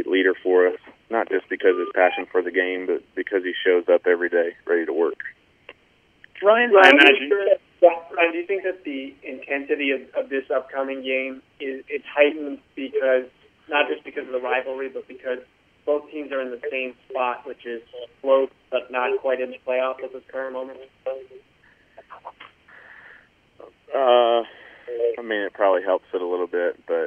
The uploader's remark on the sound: Addressed Reporters on a Conference Call